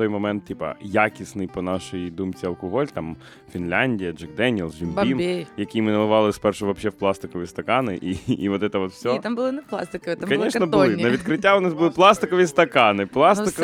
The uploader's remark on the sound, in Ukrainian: Цей подкаст записаний у Хвильовому, а не в студії, тому є різниця у якості запису. Засновники бару «Хвильовий».